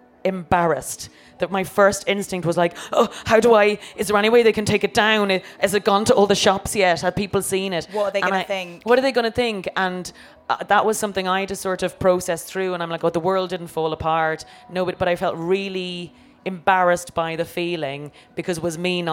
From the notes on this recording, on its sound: Live at Latitude. In a special episode in front of a live audience at Latitude Festival.